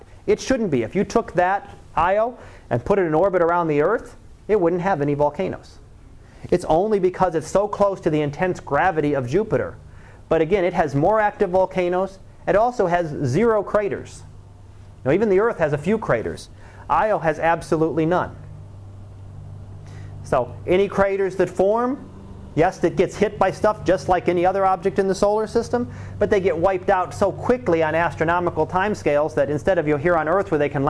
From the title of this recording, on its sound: Live Class Lecture